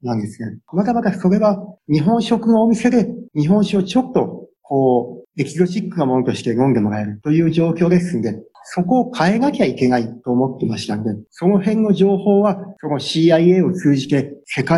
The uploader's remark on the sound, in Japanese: Zoom・オンラインでインタビュー収録をしています。